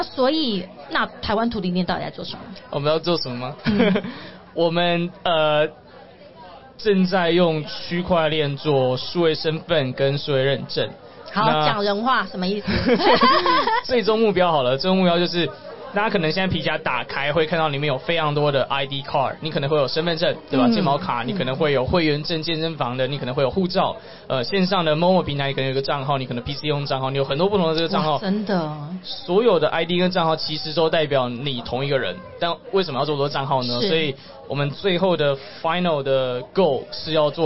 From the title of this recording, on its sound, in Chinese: VISION 2022 臺大校園徵才博覽會-Live Podcast